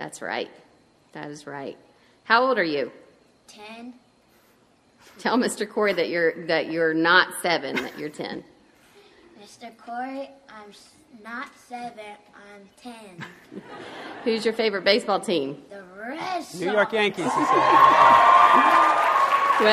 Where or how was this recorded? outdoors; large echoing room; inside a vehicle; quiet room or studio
large echoing room